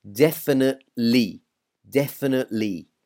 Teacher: That E at the end, where it's T-E-L-Y. We really don't really pronounce it. We don't say telly, then definitely.